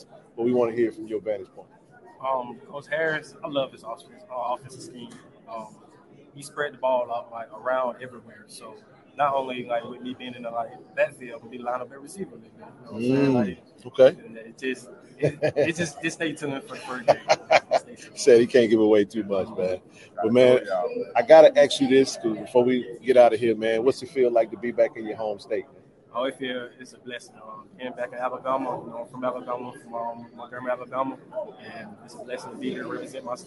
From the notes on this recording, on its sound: Live Interviews from SWAC Media Day